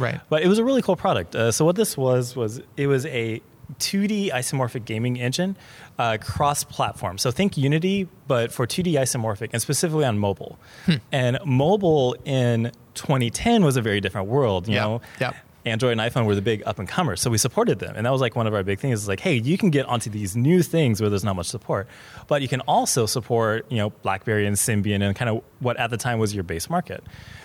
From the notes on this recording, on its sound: on location at Fluent/Velocity